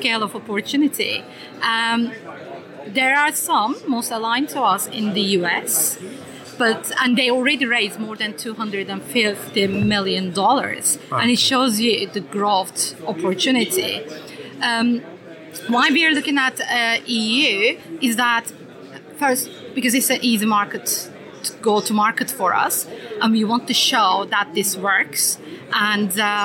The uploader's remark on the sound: During two days of workshops, fireside chats and talks, we grabbed 14 leaders and founders to share their views on the sector, and tell us why they were there. Enjoy the selection from the conference floor!